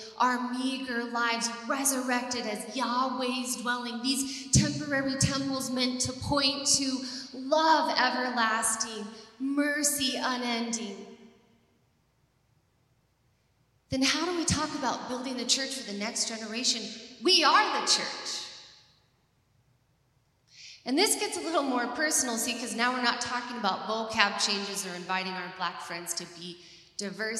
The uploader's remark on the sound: TCN Conference. This content is from our first City Network Conference in 2022.